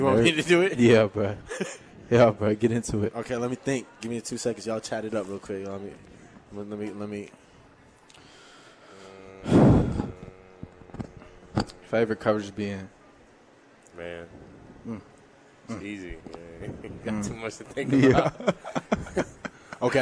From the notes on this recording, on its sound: Live from Daq Shack!